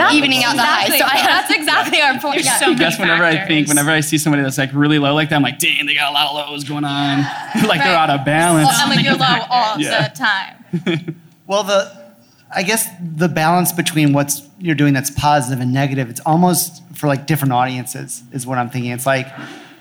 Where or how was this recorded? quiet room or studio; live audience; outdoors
live audience